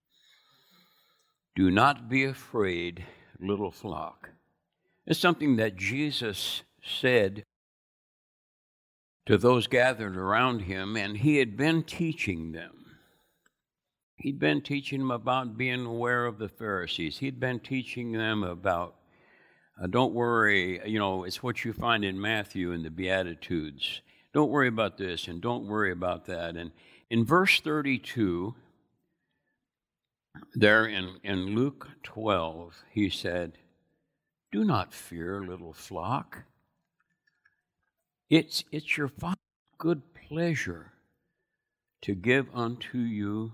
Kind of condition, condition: setting, large echoing room